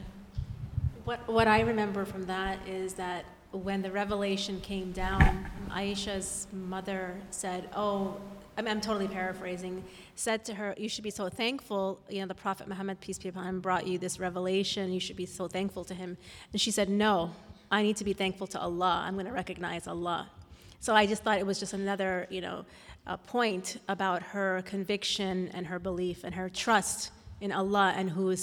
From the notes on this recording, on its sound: answer questions from the congregation